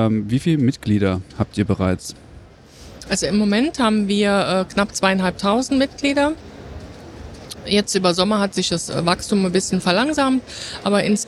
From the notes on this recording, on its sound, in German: Live vom Deutschen Pflegetag 2022 (Erster Tag).